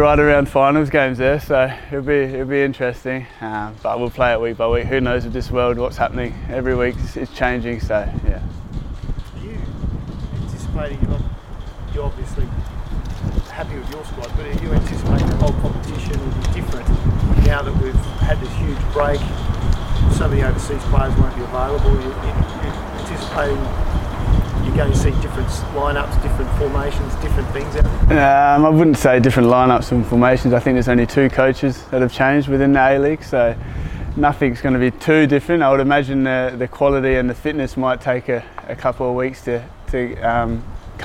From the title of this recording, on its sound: Press Conference